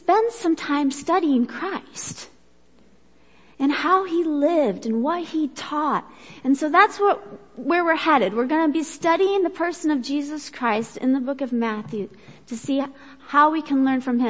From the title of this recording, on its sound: Worship Service - Audio